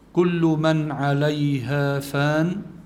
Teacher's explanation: نون ساكن بعدها عين بيكون عنا إظهار من غير غنة